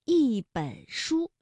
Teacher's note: 在三声面前读去声一本书，这个都是读四声的。如果是在去声字之前呢